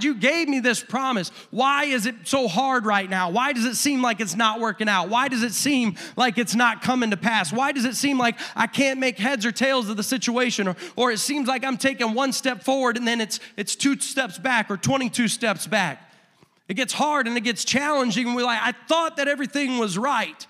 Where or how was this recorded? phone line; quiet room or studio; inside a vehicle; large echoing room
large echoing room